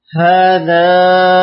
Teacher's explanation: بتشديد النون ويلزم المد الطويل لأنه صار من قبيل المد اللازم.